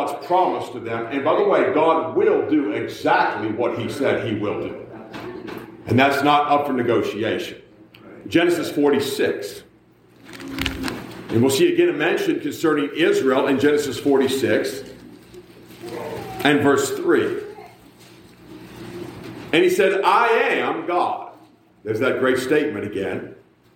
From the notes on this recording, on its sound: A message preached at the Black Creek Baptist Church in Black Creek, NY.